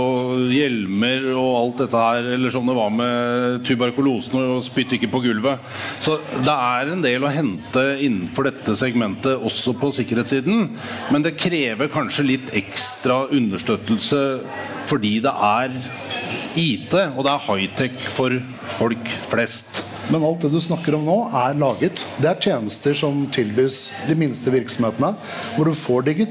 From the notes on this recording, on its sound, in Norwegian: Under Arendalsuka samlet Atea et panel.